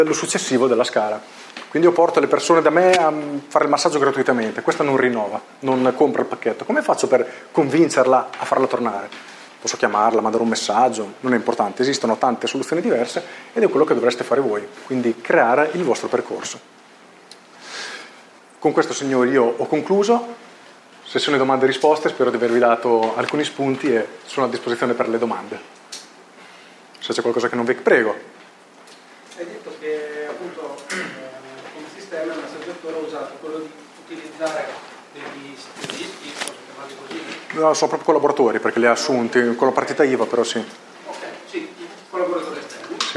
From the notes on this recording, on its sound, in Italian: la live dell’intervento che ho tenuto al Genius Club di Bologna